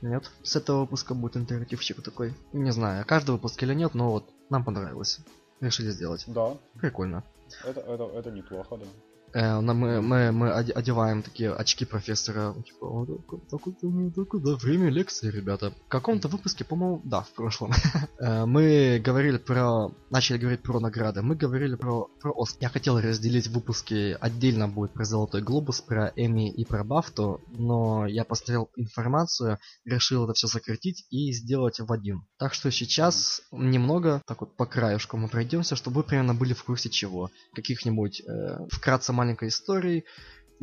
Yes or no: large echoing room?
no